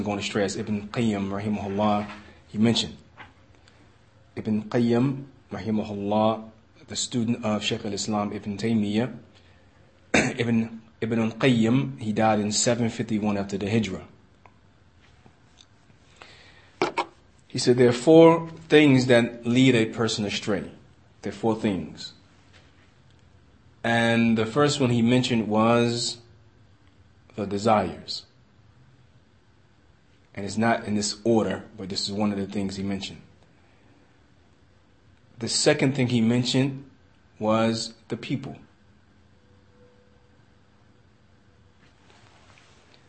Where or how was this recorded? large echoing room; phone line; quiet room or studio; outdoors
large echoing room